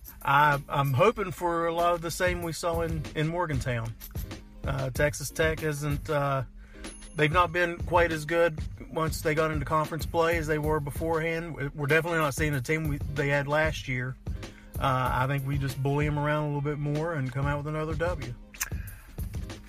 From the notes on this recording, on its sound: Joins me in my car. Live from Primanti Bros. in Morgantown, WV.